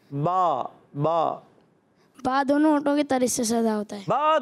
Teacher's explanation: با دونوں ہونٹوں کے تر حصے سے ادا ہوتا ہے · Term: با کا مخرج